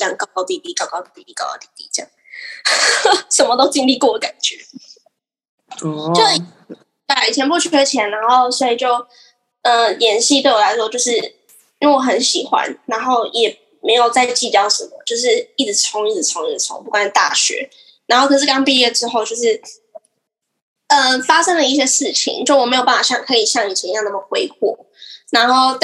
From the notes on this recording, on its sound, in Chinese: 可惜網路有些不穩定，害怕音質不穩的人請斟酌收聽唷！